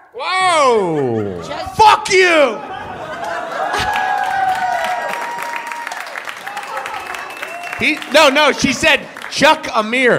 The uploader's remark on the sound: Power Hour LIVE at UCB Sunset